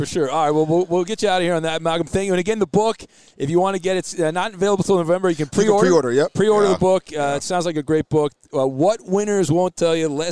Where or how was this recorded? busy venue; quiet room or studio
busy venue